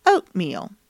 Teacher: Now, it's time to smile wide as you say meal, holding that long E sound for just a second before dropping your jaw slightly to say the ul sound at the end of the word. You end the word with a quick schwa sound followed by an unreleased L.